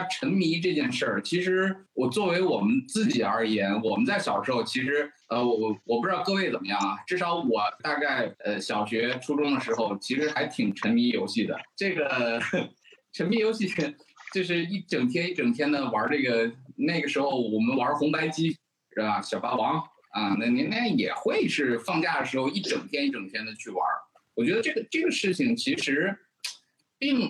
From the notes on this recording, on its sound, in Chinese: 进行了北京、天津、海南三地连线，采用网络录制，请大家原谅我们本期的音质。